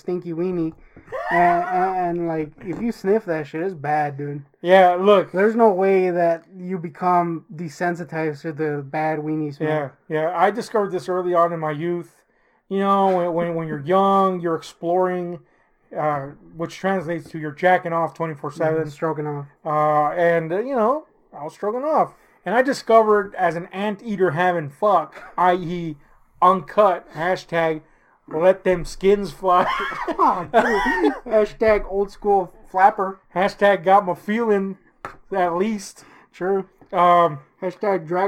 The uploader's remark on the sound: We had some issues with our mic, I did my best to fix it.